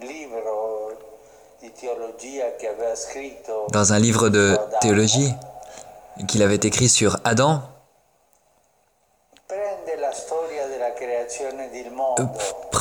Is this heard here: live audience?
no